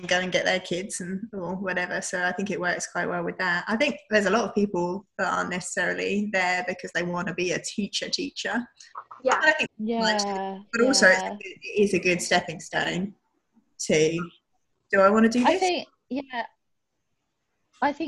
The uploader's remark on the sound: Online using the app zoom as I discussed during lockdown due to the Corona Virus.